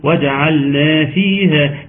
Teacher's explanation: صفات حرف الجيم فيها الشدة وفيها الجهر